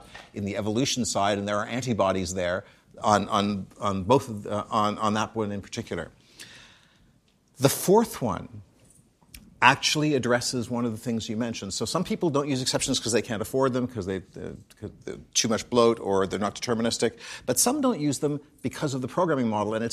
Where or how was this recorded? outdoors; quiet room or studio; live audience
live audience